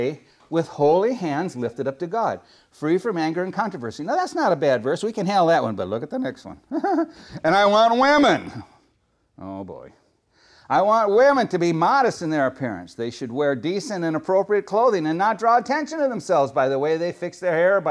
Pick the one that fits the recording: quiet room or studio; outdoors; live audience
live audience